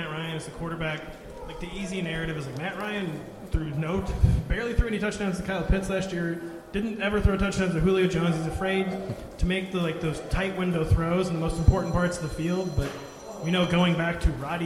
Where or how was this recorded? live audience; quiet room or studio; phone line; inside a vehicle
live audience